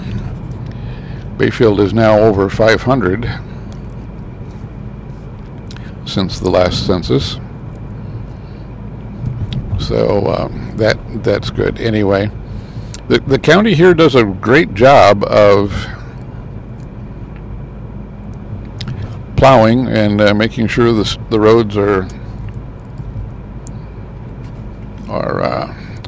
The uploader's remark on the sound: Some thoughts while driving to Ashland, Wisconsin on this Thanksgiving Holiday Weekend.